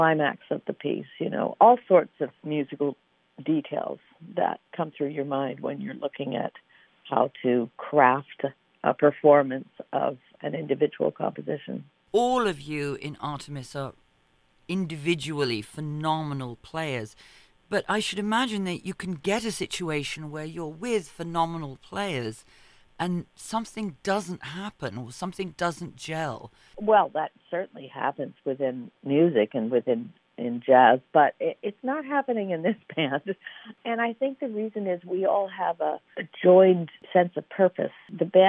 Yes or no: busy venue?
no